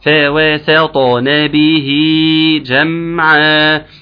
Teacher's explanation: التفخيم عندي يبدأ مع حرف الطاء